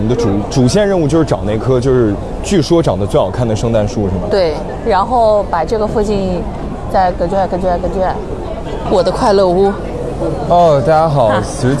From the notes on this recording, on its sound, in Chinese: 上海漫游记。本期节目用到了边走边聊+录音间复盘的模式。